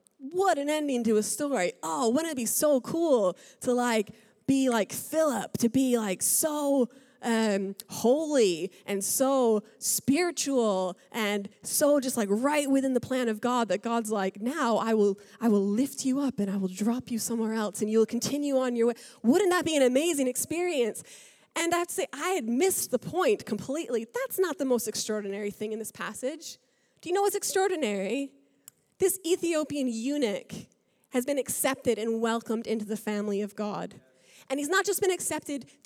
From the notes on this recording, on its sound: Recorded live at Life Church on Sunday 11th August 2019.